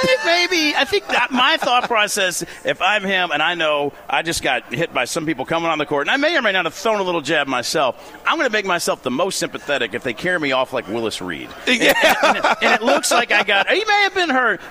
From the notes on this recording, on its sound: Broadcasting live from BW3s on Westport Road!